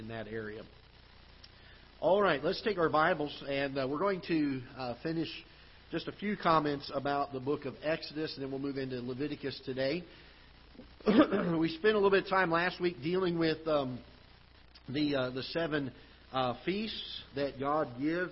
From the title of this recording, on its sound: Ketha Heights Baptist Church ~ Live Broadcast